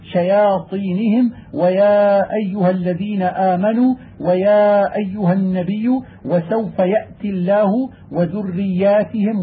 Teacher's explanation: لفظ الياء فيها مرقق غير مغلظ حيث وقع